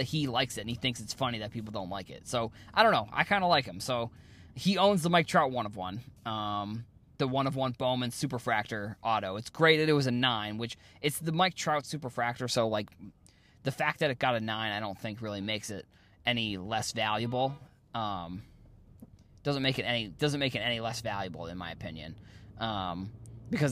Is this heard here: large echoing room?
no